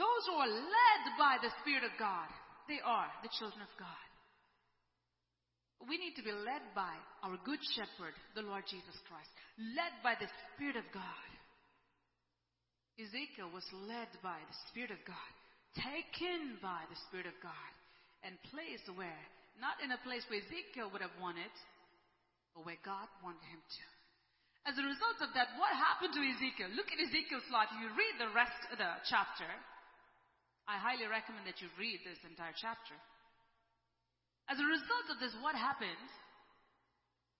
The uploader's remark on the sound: ELBIM Church Sunday LIVE Stream Audio